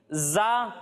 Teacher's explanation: جب ہم اس کی ادائیگی کریں گے تو اس میں سیٹی کی آواز آئے گی